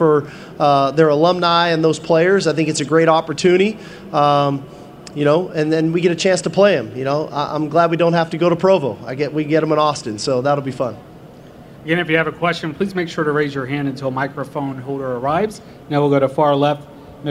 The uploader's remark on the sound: press conference at Big 12 Football Media Days